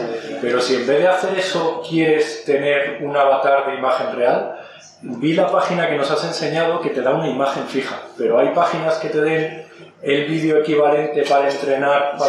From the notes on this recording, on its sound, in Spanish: Hemos tenido problemas con la grabación del sonido de micrófono, así que os pedimos disculpas por adelantado por la calidad del audio.